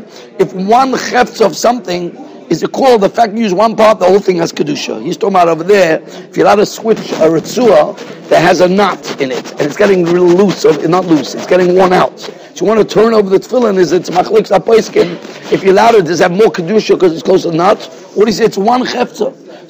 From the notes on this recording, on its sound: Shiur recorded in Yeshivas Ohr Reuven, Monsey, NY.